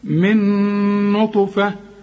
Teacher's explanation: الذكر والأنثى من نطفة، أو ده بقى إدغام، بعضهم بيسموه إدغام ناقص وعلماء بيسموه إدغام كامل، أنا بقى بقول ده إدغام كامل بغنة. النون مع النون تبقى نون واحدة مثقلة